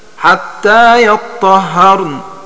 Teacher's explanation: بفتح الطاء والهاء وتشديدهما